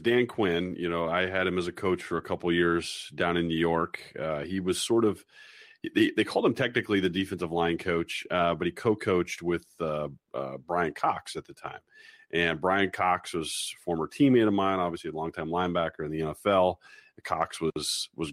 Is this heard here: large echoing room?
no